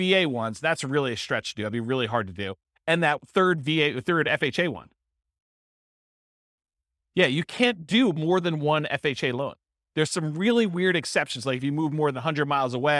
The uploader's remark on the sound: This was a live class recorded